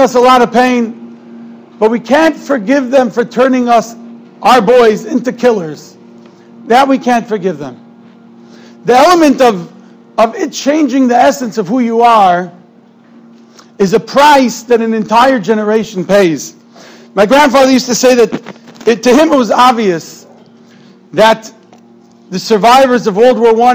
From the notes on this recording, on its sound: Shiur recorded in Yeshivas Ohr Reuven, Monsey, NY.